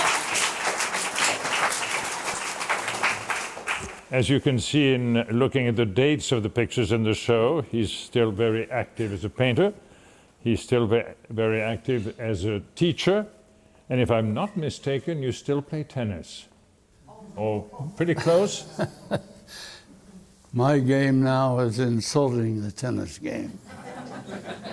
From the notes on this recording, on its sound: Recorded in front of a live audience at Acquavella Galleries in New York.